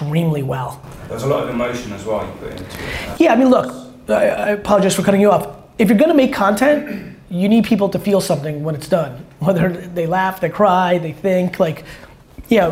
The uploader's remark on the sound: London Fireside Chat